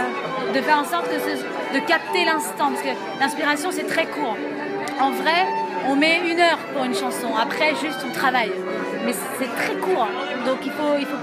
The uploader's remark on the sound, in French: Terrasse Mouton Cadet - Cannes 2016